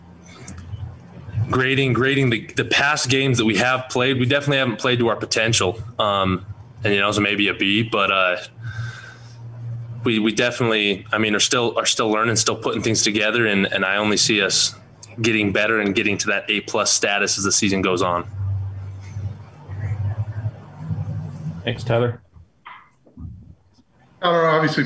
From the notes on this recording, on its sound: addressed the media Monday in his weekly press conference